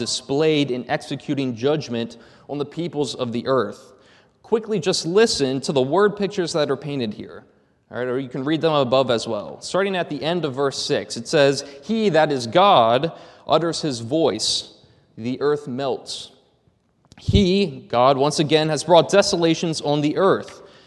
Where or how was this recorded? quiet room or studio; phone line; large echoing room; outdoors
large echoing room